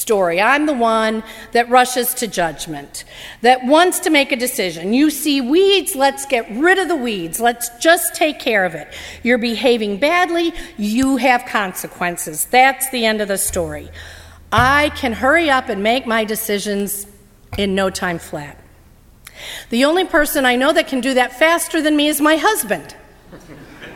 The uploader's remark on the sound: during the 9:00 AM service on Sunday July 23, 2017, at First Presbyterian Church of Arlington Heights, Illinois